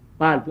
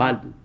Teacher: اگر عربوں سے آپ پالتو لفظ کہلوائیں تو وہ کہتے ہیں بالتو · Shown in: second take